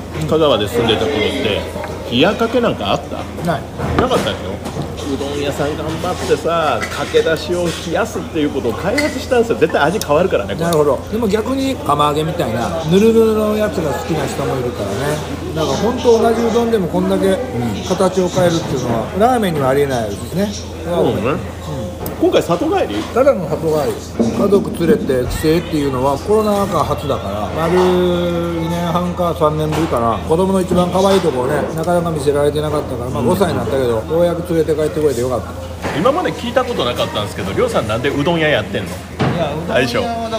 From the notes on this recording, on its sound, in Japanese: 香川・高松のさぬきうどん屋「ひさ枝」に呼び出して、前代未聞のうどん屋での収録。